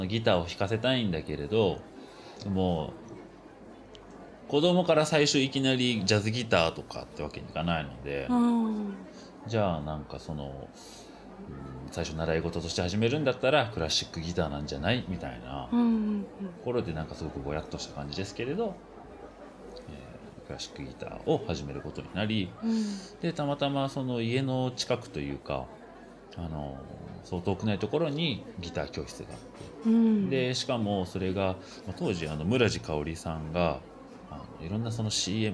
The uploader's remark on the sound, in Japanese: 収録は東京・代々木八幡のリトルナップコーヒーにて。